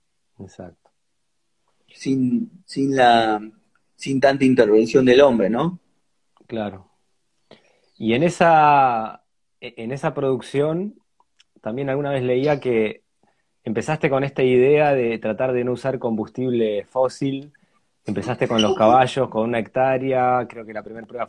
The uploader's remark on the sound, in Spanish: Audio de la charla en vivo por Instagram